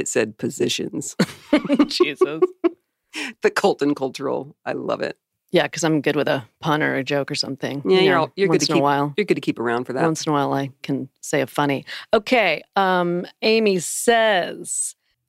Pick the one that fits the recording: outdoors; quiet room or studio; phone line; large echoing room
quiet room or studio